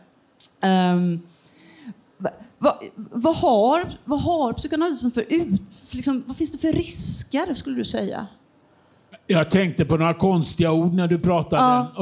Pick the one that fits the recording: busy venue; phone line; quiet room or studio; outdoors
busy venue